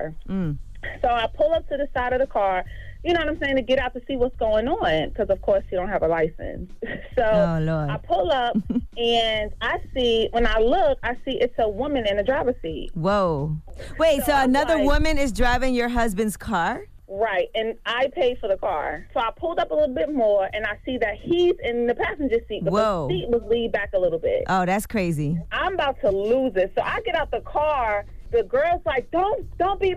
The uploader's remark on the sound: we opened up the phone lines